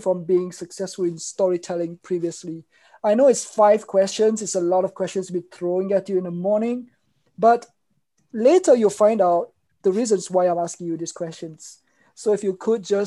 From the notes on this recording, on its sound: In this webinar recording